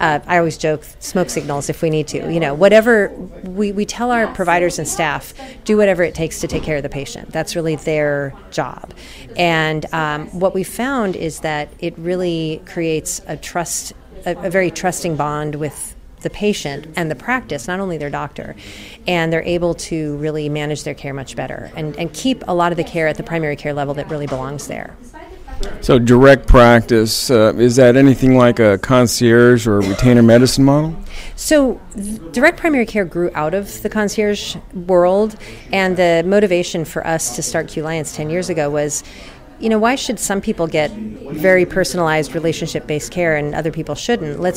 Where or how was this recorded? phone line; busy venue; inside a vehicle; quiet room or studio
busy venue